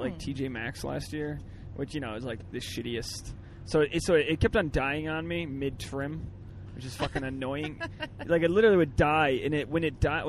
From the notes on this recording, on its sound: This episode is our first 'CarCast'.